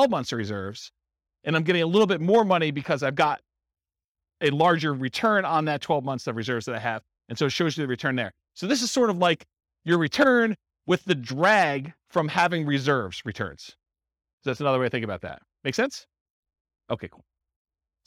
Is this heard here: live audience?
yes